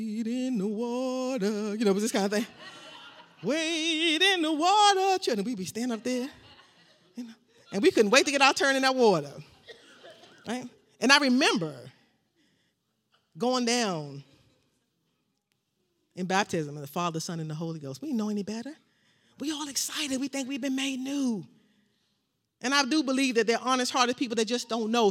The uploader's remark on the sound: This sermon was recorded live on Sunday, October 10th, 2021 at Newark United Pentecostal Church.